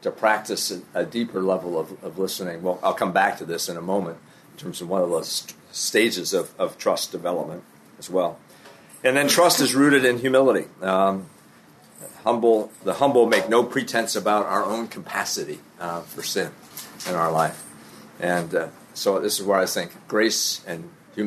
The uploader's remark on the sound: This episode is from Global Discipleship Initiative, recorded at the National Disciple Making Forum.